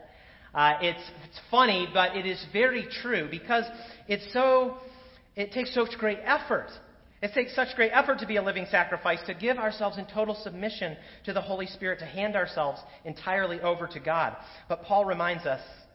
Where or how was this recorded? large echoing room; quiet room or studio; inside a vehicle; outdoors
large echoing room